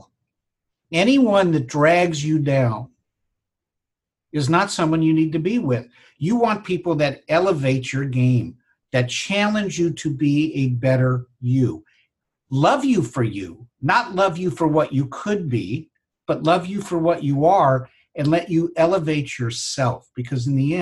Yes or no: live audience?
no